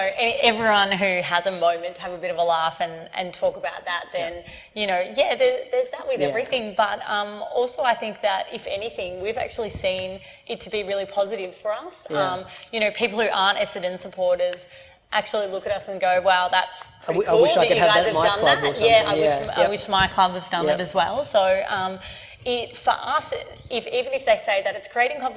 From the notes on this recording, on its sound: presentation recorded at BrewCon 2018